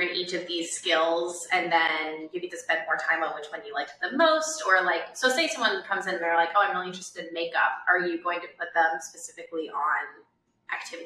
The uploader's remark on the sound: We are sorry for any audio issues, we experienced some technical difficulties during filming